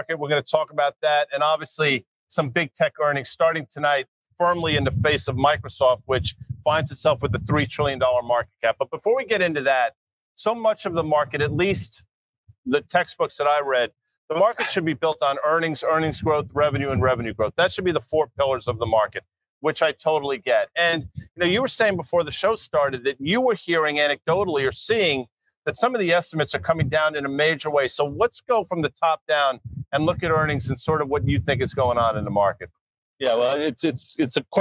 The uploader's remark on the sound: LIVE from Miami for iConnections Global Alts '24